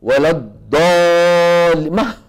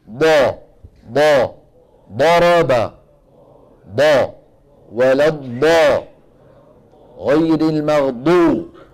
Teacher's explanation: دال مفخمة، ما حتخرج ضاد أبدا طالما أنه يعتمد ويتكئ على المنطقة الأمامية. الاعتماد والاتكاء والضغط يكون فين؟ في الحافتين اليمنى واليسرى · Shown in: second take · ضاء ضاء ضرب ضاء ولا الضاء غير المغضوب. · Term: الضاد